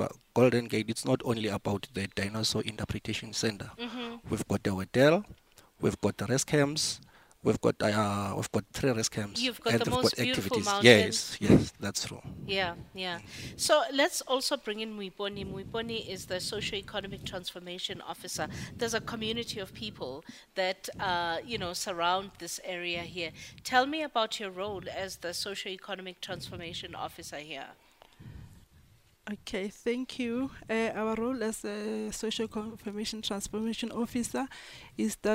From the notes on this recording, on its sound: We are coming to you live from the Golden Gate Highlands National Park.